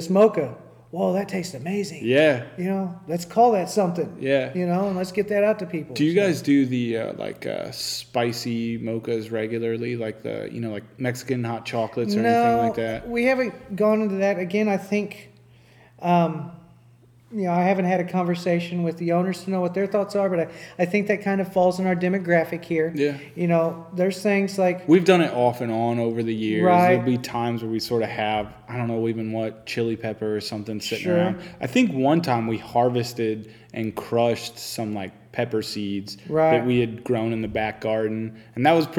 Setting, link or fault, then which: setting, busy venue